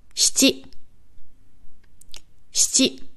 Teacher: Shi wird eigentlich schon richtig verschluckt.